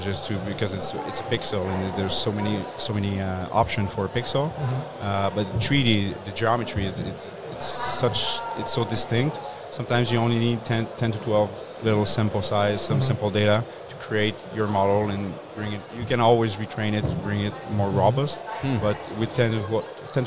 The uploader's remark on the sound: Day 2 of INTERGEO 2023 "LIVE" from Berlin!!!